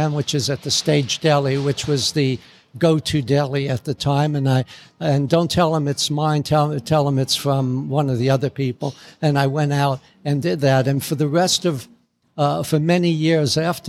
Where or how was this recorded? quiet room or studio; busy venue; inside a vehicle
busy venue